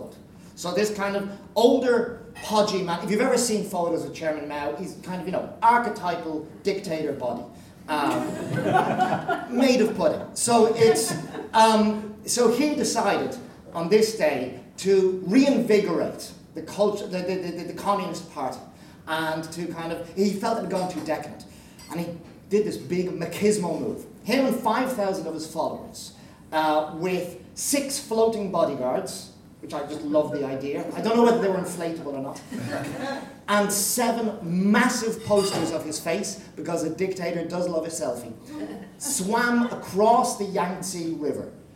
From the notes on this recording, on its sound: Recorded in the Three Guineas at Reading Station, as part of The Reading Fringe Festival. NB Due to a technical hiccup the recording ends a couple of minutes before the actual show did.